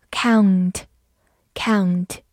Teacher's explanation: o u 字母组合发 ao, n 发鼻音嗯，t 发 t · IPA: kaʊnt